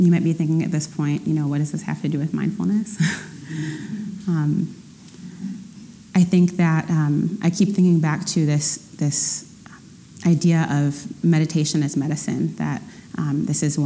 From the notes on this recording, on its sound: Every Wednesday, the Rubin Museum of Art presents a meditation session led by a prominent meditation teacher from the New York area. This podcast is a recording of the weekly practice.